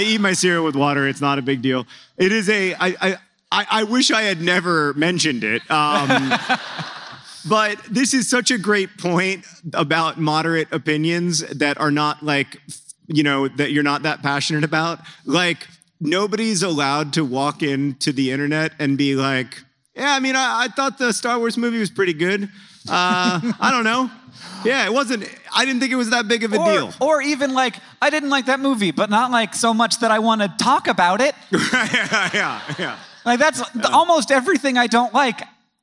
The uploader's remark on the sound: Live in Atlanta, GA!